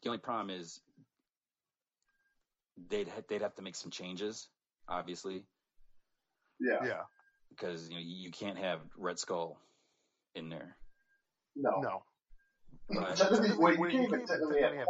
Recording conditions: poor sound quality